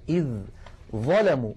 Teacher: الذال من طرف اللسان مع أطراف الثنايا العليا، إذ ظلموا، والظاء من المخرج نفسه والذال ساكنة، إذن التقى حرفان متجانسان والأول ساكن، فالعرب تدغم الحرف الأول في الثاني بمعنى تقلبه إلى جنس الثاني.